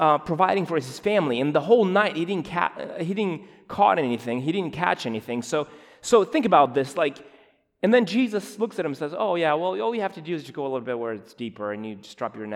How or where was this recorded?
large echoing room